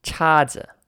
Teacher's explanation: CHA in the first tone and ZI in the no tone